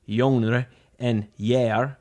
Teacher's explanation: In other words, when a sound's point of articulation in the mouth shifts to the hard palate, aka the hard part of the roof of your mouth. Due to palatalization, the Old English G came to be pronounced as Y when appearing before front vowels, which are the vowels articulated in the front of the mouth, such as E, A, and A.